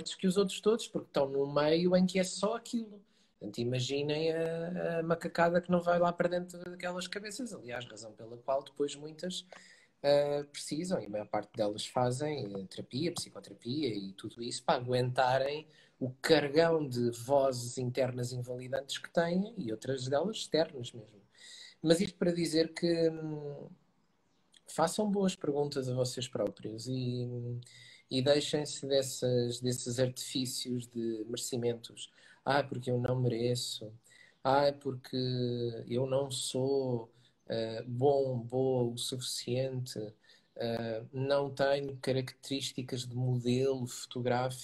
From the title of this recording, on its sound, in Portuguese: Conversa Live IG